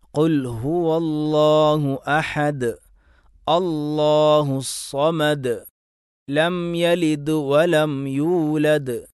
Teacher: ദ് എന്നുള്ള കൽക്കലത്തിൻ്റെ അക്ഷരം അവിടെ എന്ത് ചെയ്യണം? വെളിവാക്കണം, അതിൻ്റെ ശബ്ദം മുഴങ്ങിക്കേൾക്കണം · Term: ഖൽഖലത്ത്